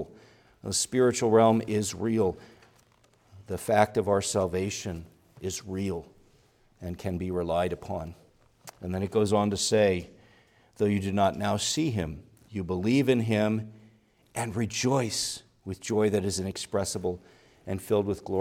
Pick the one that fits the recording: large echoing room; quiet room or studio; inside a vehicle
large echoing room